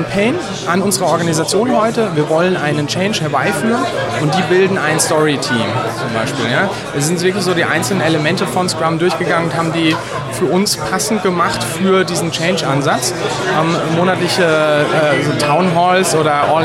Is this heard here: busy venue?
yes